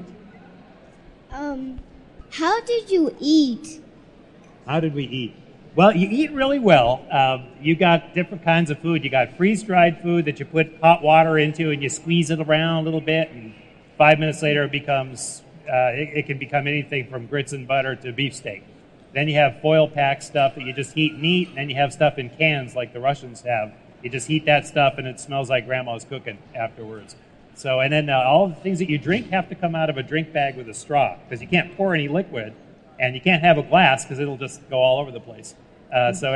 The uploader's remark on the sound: Spoke to schoolkids at the Family Science Days event at this year's meeting of the American Association for the Advancement of Science in Boston.